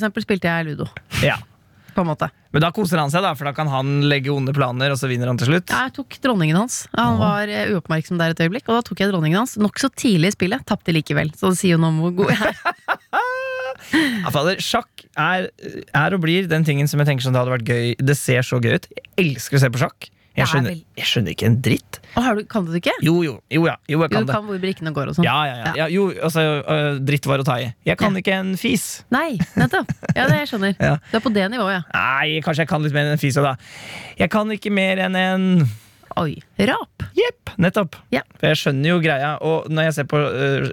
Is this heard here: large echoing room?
no